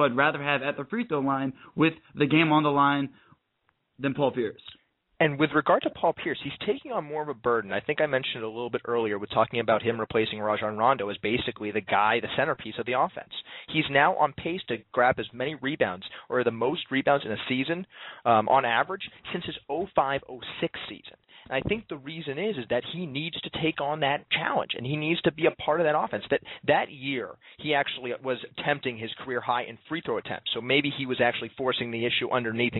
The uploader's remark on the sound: Of ESPN 1080 out in Portland will call into the show.